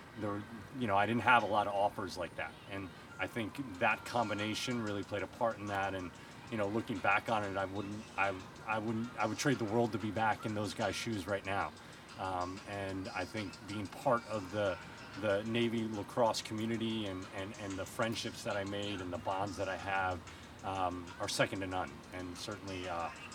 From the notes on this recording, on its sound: conducting the interview on Caven Field and the soundtrack from the girls field hockey practice